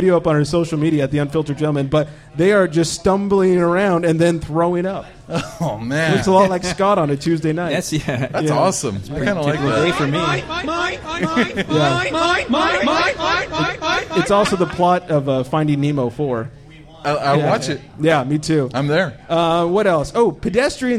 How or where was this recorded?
busy venue